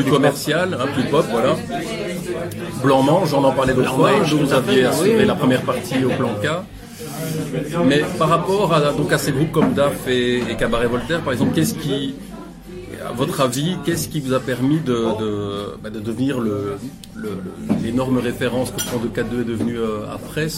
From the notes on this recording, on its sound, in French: A été initialement réalisée pour Radio Rectangle en 2013. Depuis le bar La Fleur En Papier Doré, à Bruxelles.